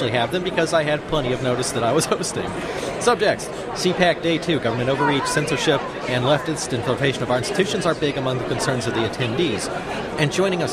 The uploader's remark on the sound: Live from CPAC.